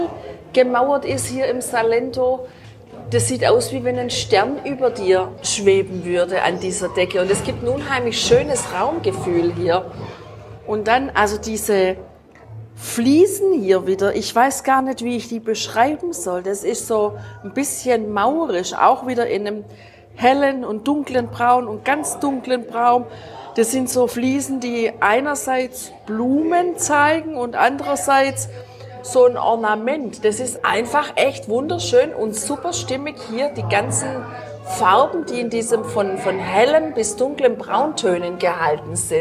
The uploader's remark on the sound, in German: Die kleine Gemeinde im Innenland des südlichen Salento. Wir berichten live aus einem Restaurant.